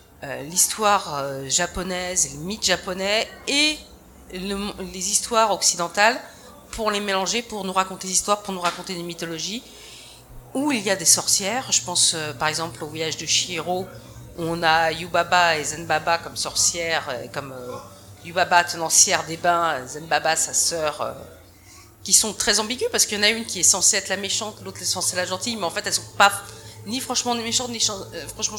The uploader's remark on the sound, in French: Les voix des Livres salon Imagibière table ronde. Le replay de la table ronde d'Imagibière organisé par la Brasserie de l'être à Paris.